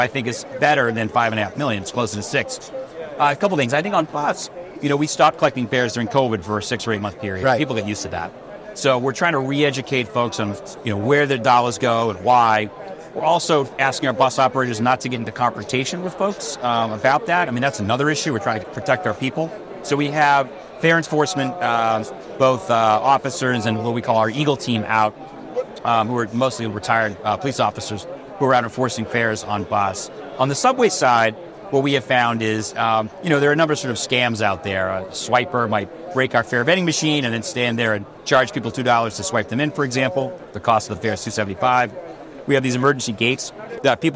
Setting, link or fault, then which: setting, busy venue